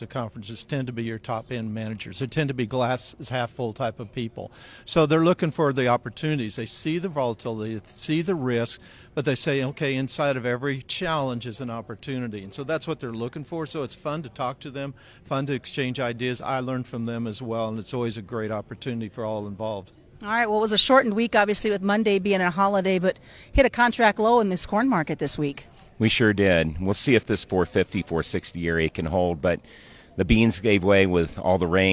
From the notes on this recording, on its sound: Our conversation taking place during the Water Street EDGE conference in Tucson Arizona.